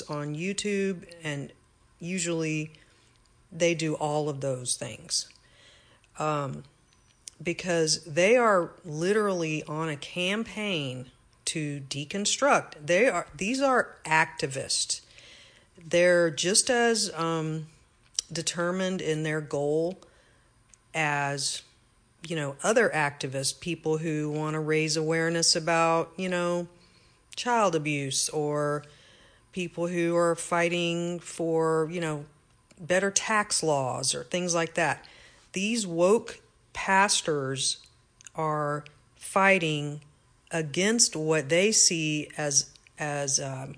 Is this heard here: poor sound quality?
no